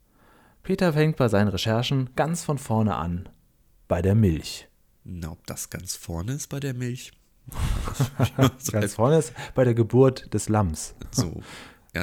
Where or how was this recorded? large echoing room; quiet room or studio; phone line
quiet room or studio